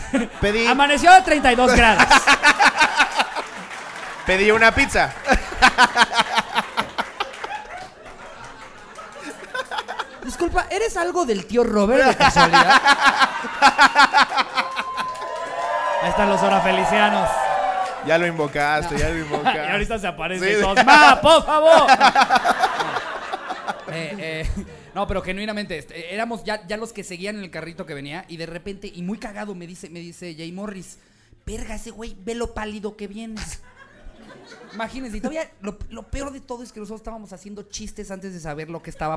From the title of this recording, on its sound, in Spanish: En vivo desde la CDMX